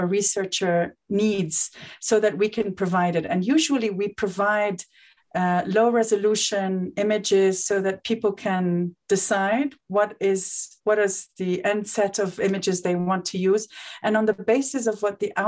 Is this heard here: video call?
yes